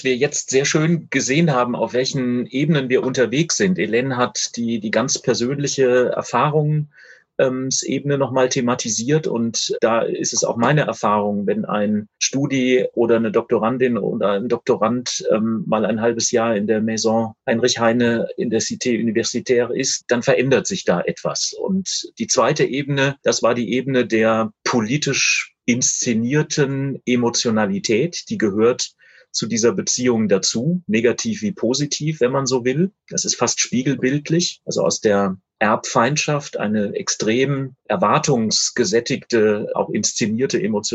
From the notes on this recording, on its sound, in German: Das per Videokonferenz geführte Gespräch. Im Rahmen einer Veranstaltung der Katholischen Akademie Freiburg statt. Wir präsentieren hier eine leicht gekürzte Hör-Fassung.